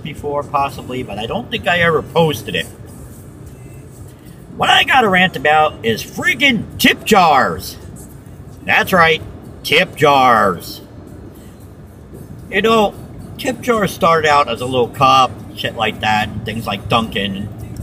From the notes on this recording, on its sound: you may hear some background noises as I was driving when it was created